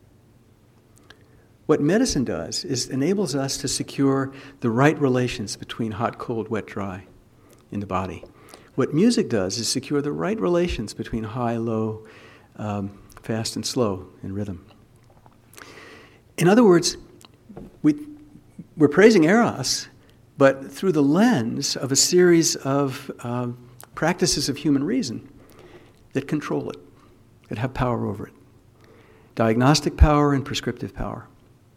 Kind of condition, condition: setting, large echoing room